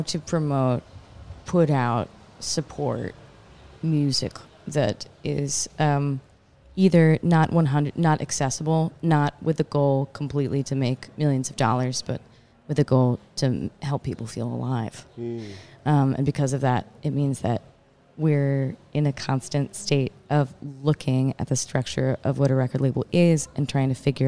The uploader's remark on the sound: Live at Newport Folk Festival